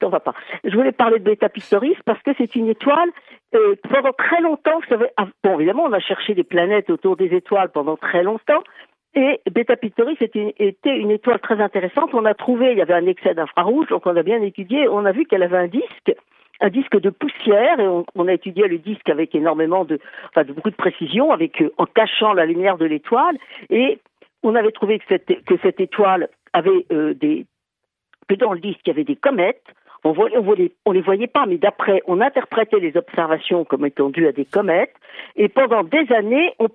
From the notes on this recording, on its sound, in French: par téléphone